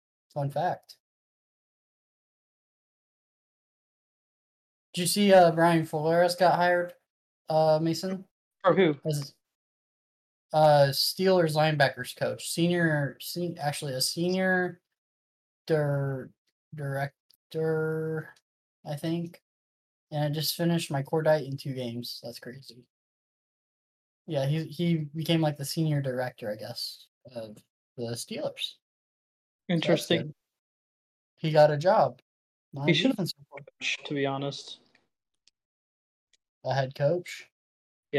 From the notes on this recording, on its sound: WE HAD TO RESTART 3 TIMES!!!! Our recording audio fucked and it had us fucked up so sorry for the short show and lack of conversations.